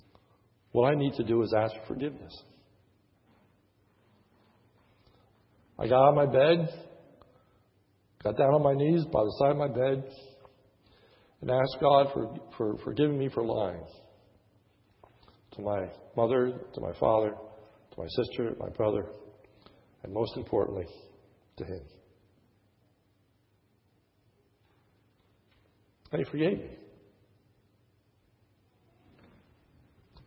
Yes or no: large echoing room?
yes